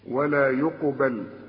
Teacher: ولا يقبل القاف قلقلها ورقق الباء منها